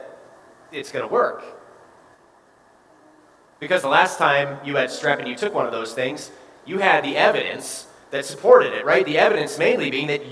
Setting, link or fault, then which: setting, large echoing room